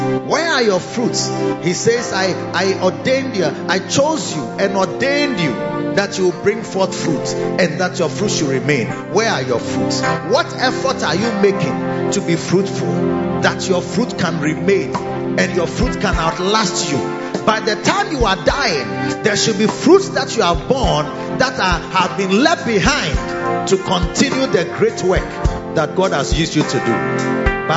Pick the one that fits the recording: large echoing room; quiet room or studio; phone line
large echoing room